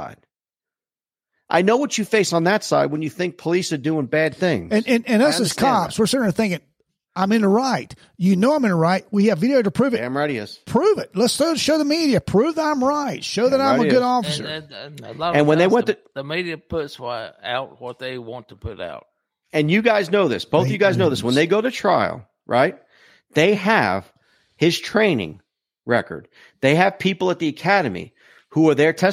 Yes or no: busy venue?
no